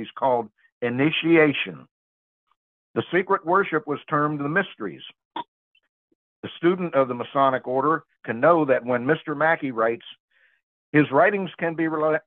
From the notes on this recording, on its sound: Church Call in Bible Study